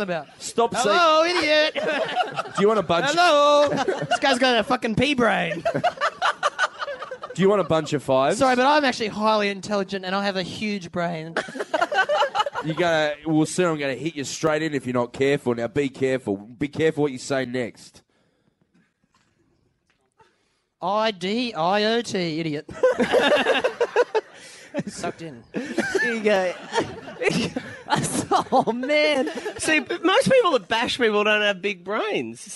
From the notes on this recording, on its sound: LIVE from the Factory Theatre Sydney.